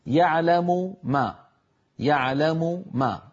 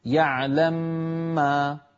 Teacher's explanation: يعلم ما، ما ممكن يعلم، لأن الضمة التي هي واو قصيرة حالت بين الميمين، فإن أردت دمج الميمين ببعضهما لابد أن أنزع من الميم الأولى ضمتها فتسكن · Shown in: second take · Term: الإدغام الكبير